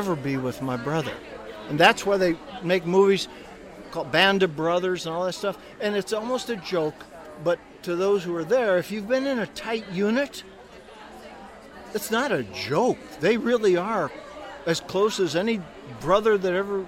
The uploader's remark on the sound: This week’s episode of the Big Time Talker comes live from the Southern Christmas Show in Charlotte, North Carolina.